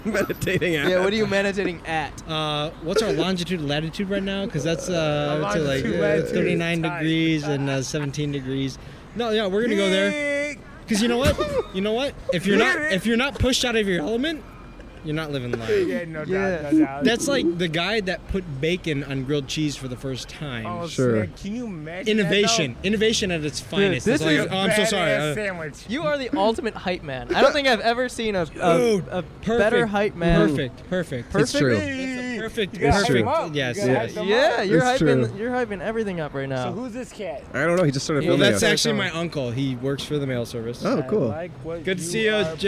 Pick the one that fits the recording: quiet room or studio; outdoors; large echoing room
outdoors